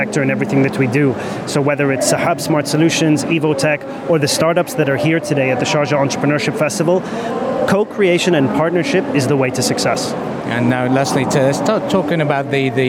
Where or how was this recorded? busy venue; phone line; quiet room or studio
busy venue